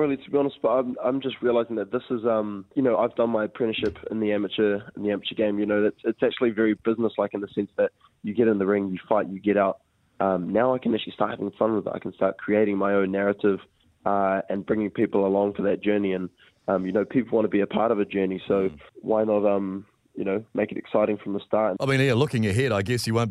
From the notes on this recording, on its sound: on the phone